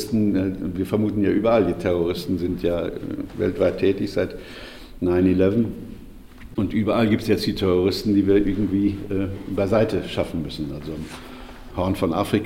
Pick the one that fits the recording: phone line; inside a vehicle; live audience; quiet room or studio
live audience